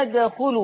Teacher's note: بيني قلقلة الدال، تحريك حرف الدال